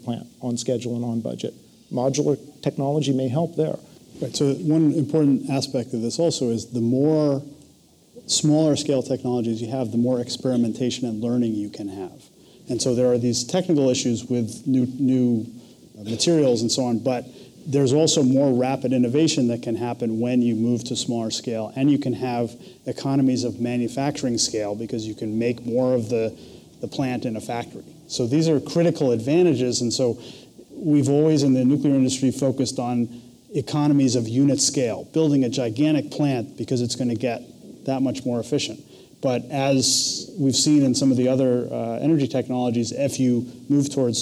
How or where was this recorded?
live audience